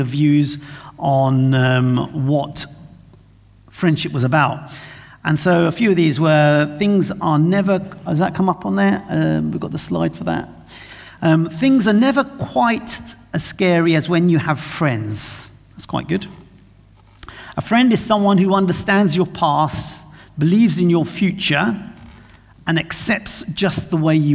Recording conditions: large echoing room